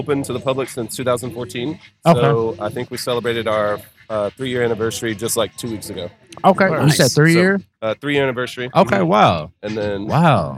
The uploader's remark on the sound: Live At Louievolve